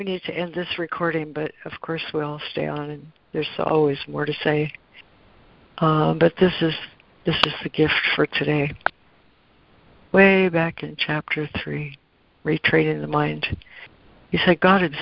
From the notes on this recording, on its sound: ACIM Daily Conference Call.